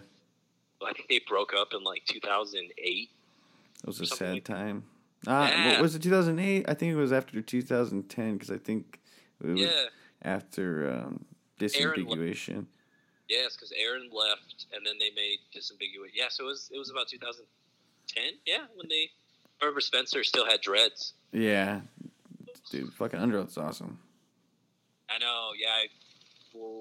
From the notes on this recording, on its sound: On the Phone.